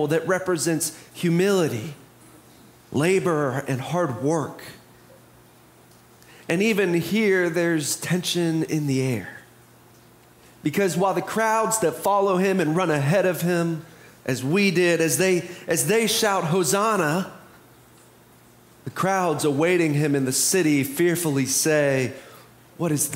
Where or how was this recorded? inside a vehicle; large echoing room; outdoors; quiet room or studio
large echoing room